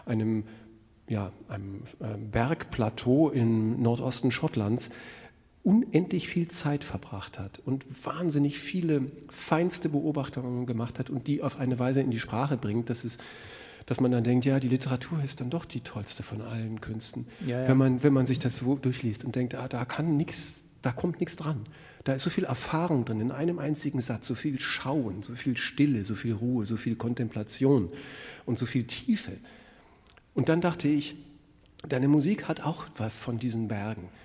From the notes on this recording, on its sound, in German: im Rahmen eines Konzerts live vor Publikum aufgezeichnet